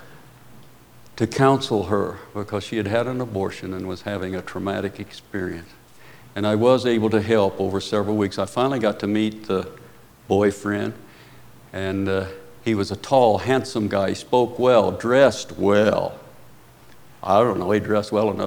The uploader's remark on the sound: Preached at Paradise Valley Christian Church.